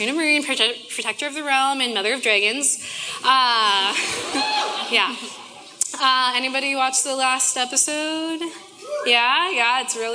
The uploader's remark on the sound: Audio from the Tuesday university student fellowship, the Inn.